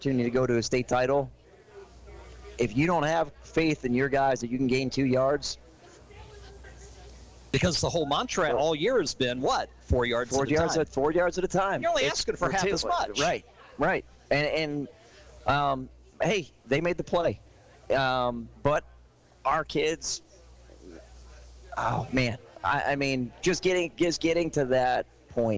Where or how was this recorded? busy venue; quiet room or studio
busy venue